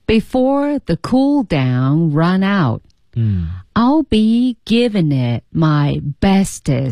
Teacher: giving it it 失去爆破，bestest 失去爆破